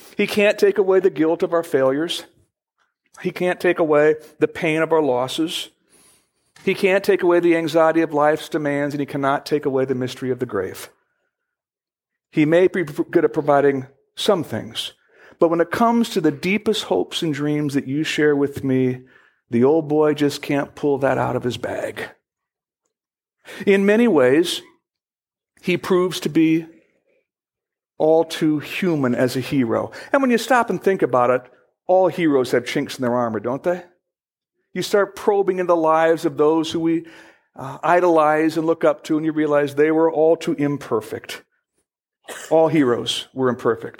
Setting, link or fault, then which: setting, large echoing room